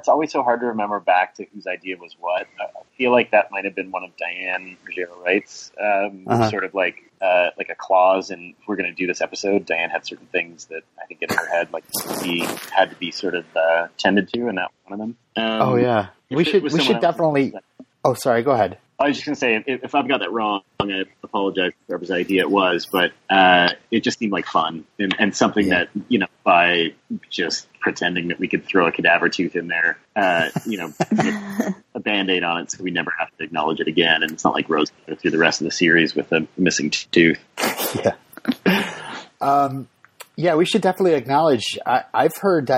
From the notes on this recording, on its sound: We had some more audio issues with the live show